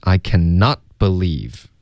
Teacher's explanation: Cannot 的 t 呢必须得省略